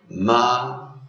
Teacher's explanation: Four equally stressed syllables.